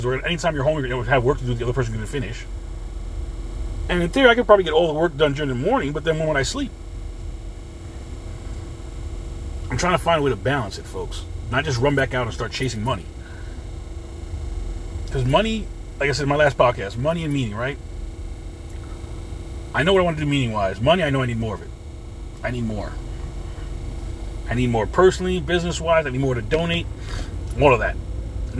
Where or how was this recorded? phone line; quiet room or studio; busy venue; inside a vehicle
inside a vehicle